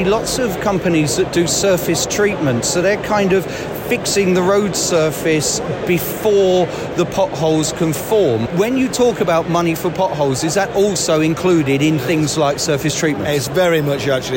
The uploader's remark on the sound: Day One at Highways UK. On a busy Highways Voices from Highways UK 2023 today. In the podcast from Birmingham's NEC.